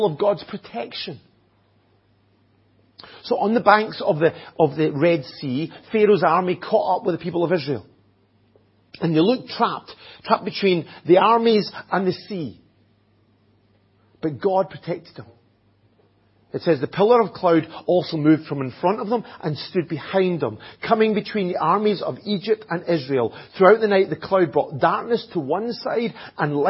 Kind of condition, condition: setting, large echoing room